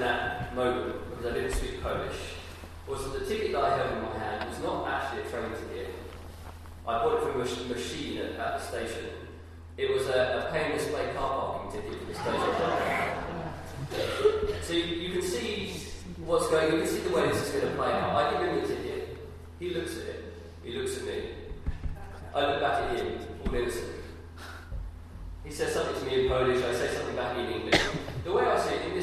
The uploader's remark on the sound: Sorry - The audio quality is poor on this.